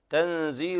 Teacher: تنزيل إخفاء حقيقي لوقوع الزاي بعد النون الساكنة